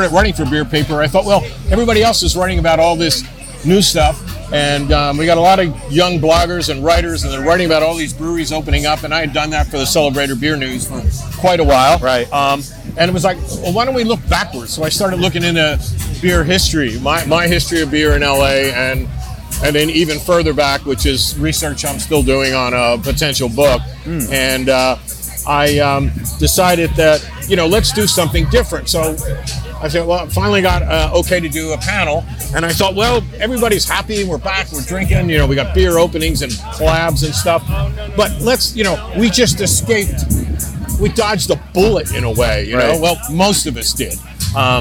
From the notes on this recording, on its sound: LIVE episode of HopTalk, recorded at the recent LA Beer Week kickoff festival.